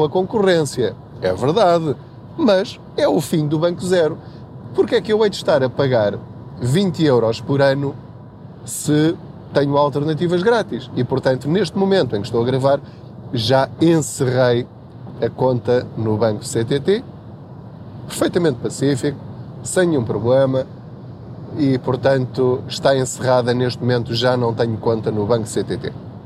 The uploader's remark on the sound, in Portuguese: Não ligue aos barulhos da viagem.